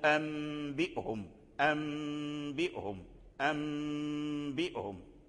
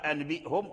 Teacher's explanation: ثم القلب، والقلب عند حرف واحد، أي تقلب النون الساكنة والتنوين عند الباء تقلب ميما · Shown in: first take · فتبدل النون الساكنة ميما، وقد مثلنا فيما سبق نحو أنبئهم، أنبئهم، أنبئهم، فالنون ديال أنبئهم رجع ميما.